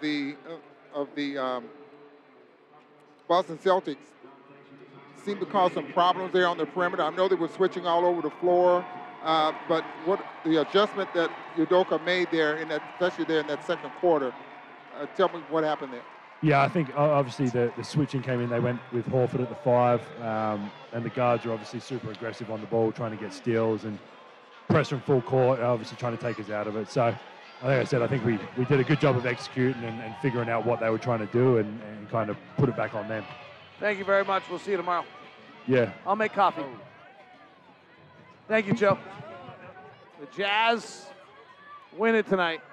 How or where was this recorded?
busy venue